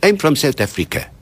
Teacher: Three-quarters of the languages of the world have what is called a syllable-timed rhythm. That is, the syllables carry the beat, so it's rat-tat-tat-tat-tat-tat rather than tum-ti-tum-ti-tum-ti-tum